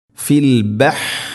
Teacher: ഹ തൊണ്ടയുടെ മധ്യഭാഗം മഖ്റജ്